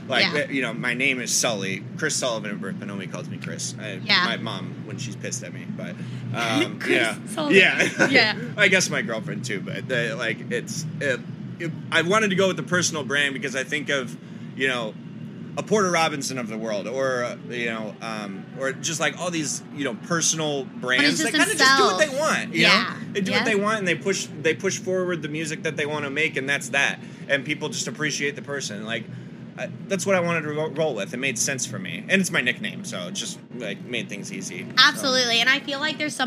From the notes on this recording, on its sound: LIVE FROM FORBIDDEN KINGDOM. This was filmed on site at Insomniac Event's festival Forbidden Kingdom.